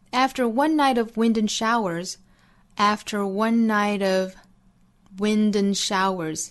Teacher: 中间的 and 做虚词弱读，前面的 of 也是做弱读